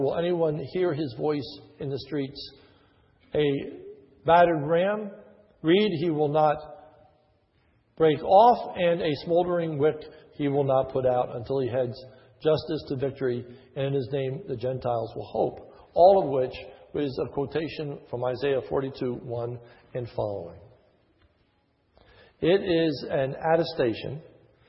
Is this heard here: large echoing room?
yes